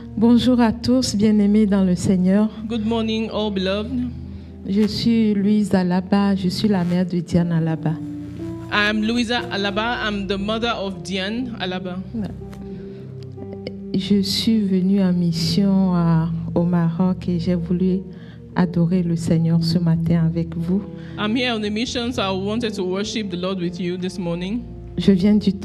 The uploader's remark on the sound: Preached during Joyful Hour Sunday Service